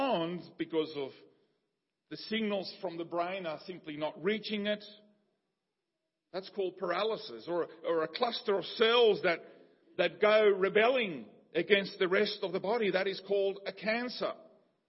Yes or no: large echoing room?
yes